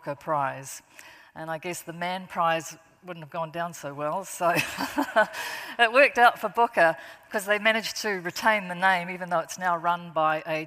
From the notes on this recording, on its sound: at the 2023 Auckland Writers Festival